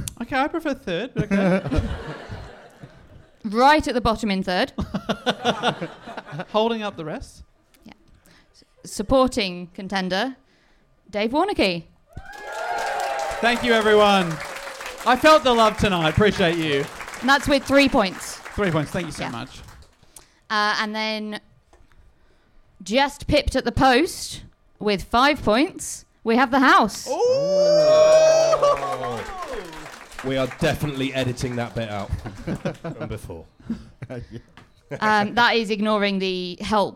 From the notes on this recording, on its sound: Recorded live in Birmingham, UK!